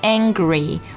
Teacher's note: 英文的后鼻音在发的时候，咱们的舌后部一定要抬起来啊